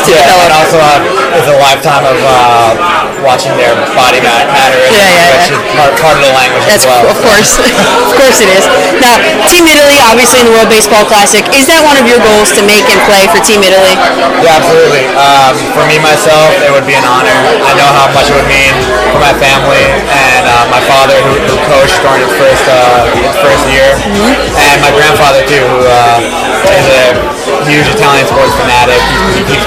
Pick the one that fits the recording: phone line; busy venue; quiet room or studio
busy venue